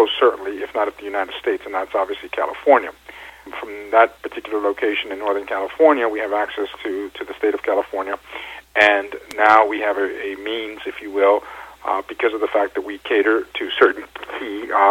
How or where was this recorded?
phone line